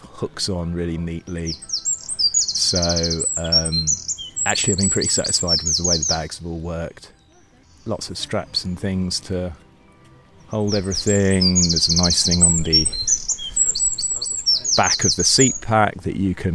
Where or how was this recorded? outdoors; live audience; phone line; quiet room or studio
outdoors